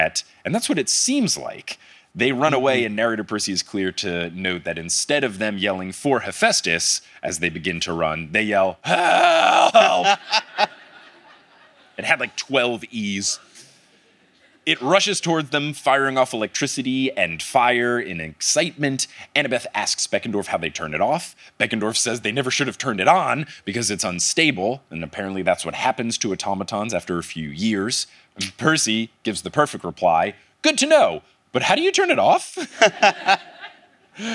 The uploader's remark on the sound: live in Oslo, Norway